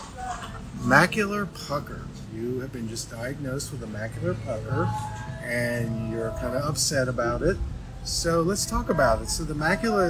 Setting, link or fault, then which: setting, busy venue